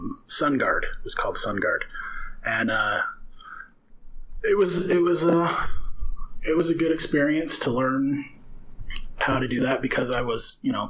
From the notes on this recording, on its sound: Sorry for the audio quality issues. There is mild distortion throughout, and sometimes the sound cuts out entirely. We were trying a new setup and it seemed fine during our sound check.